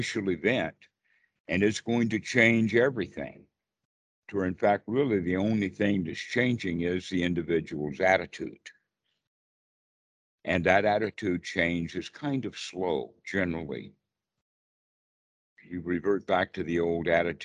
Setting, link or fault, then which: link, video call